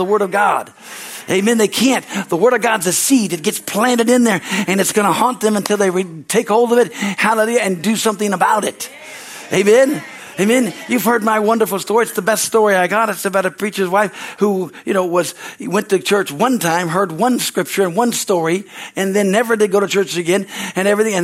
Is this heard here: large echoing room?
yes